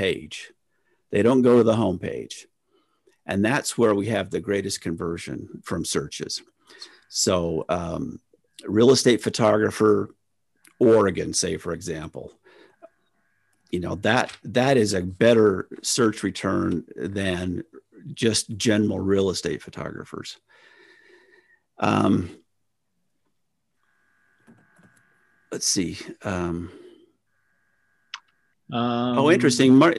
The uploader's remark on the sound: Real Estate Photographers of America's inaugural Zoom meeting